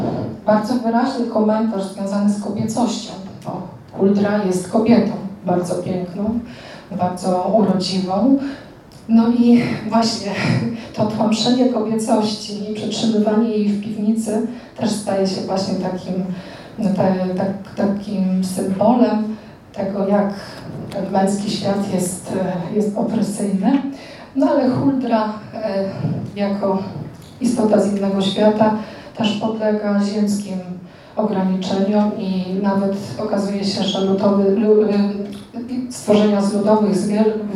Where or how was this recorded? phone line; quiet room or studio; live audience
live audience